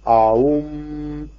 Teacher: It's simply a round, simple sound, it's nothing mysterious, only that the end, it seems to be a bit of a nasalized, fading sound.